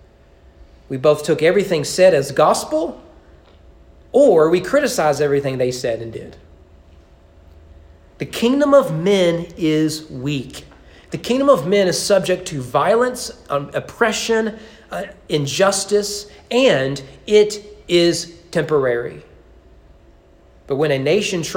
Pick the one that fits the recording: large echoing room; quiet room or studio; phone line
large echoing room